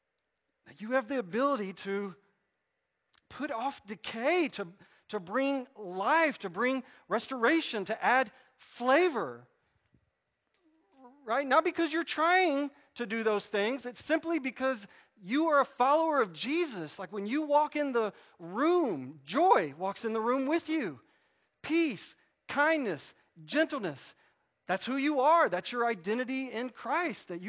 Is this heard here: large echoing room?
yes